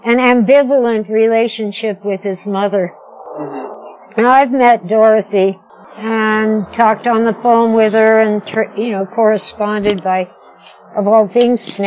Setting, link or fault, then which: fault, poor sound quality